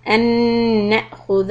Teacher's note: نون شدة stop for two حركات and then همزة is a little hiccup